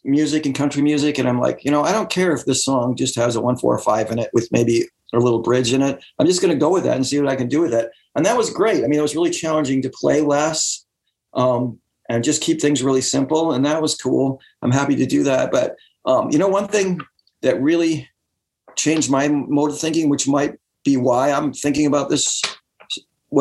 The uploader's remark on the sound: remote ZOOM